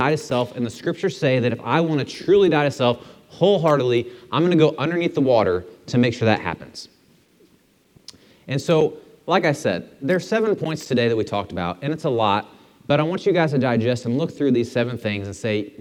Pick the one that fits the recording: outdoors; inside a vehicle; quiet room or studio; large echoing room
large echoing room